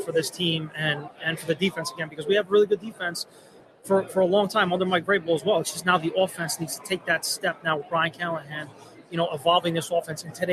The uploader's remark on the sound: Live At Super Bowl!